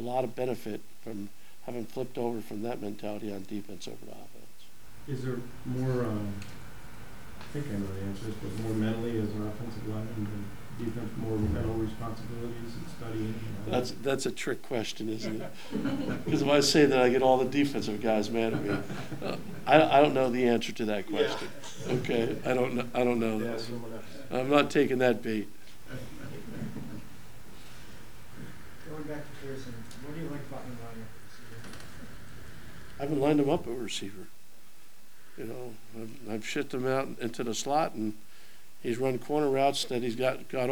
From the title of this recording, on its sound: Press Conferences & Post-Game Interviews